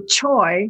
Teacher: if you had to say joy, you know, with distance, you can do choy with a CH and it pops better